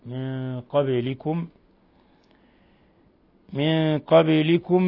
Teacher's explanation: نون ساكنة جاء بعدها القاف إخفاء حقيقي ثم قلقلة الباء